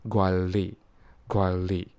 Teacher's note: the N sound is removed and replaced with an L sound, making it Guan Li, Guan Li.